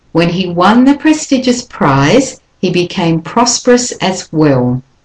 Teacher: I lengthen the I because that's the stress and the end of that phrase